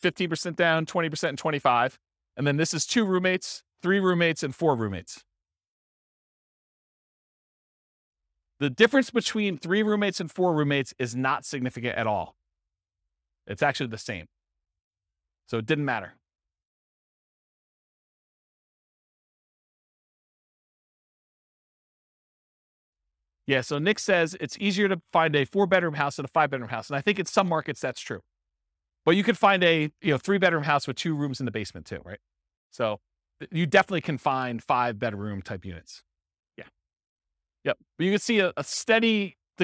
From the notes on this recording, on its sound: This was a live class recorded